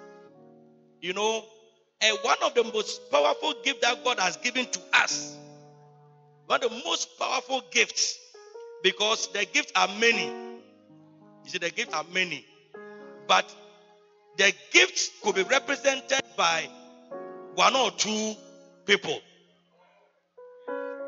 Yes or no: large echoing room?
yes